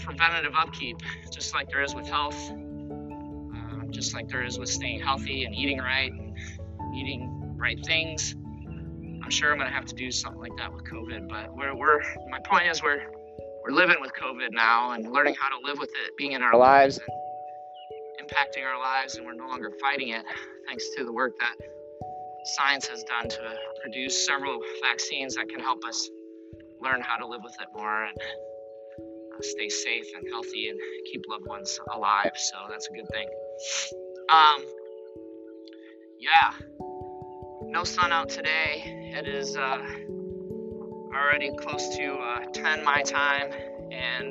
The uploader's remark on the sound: Morning Walk and Talk